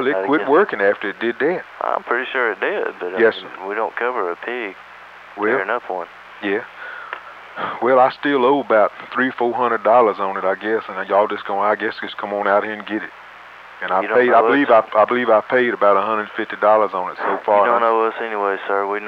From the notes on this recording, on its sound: RBCP's Personal Prank Phone Calls Collection